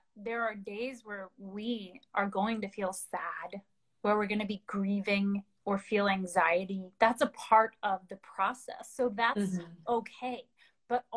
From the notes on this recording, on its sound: adapted from an Instagram Live interview